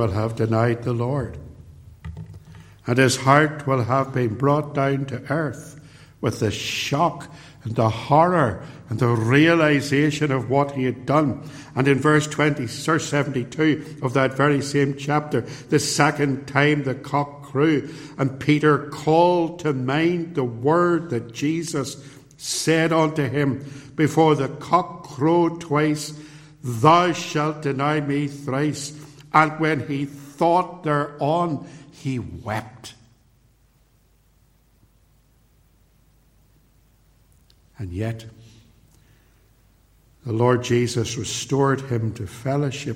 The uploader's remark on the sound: preached at Templepatrick Reformed Church